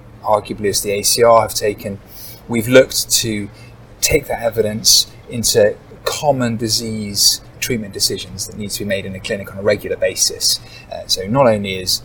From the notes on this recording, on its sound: join us live from our Annual Conference